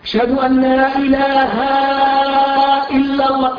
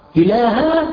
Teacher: مجرد زيادة حركة في كلمة إله جاءت بحركة أخرى صارت ألف الاثنين